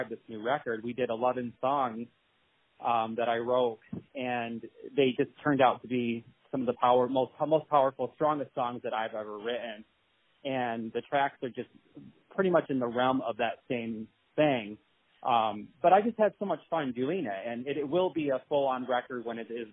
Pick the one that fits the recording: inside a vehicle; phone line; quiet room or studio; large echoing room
phone line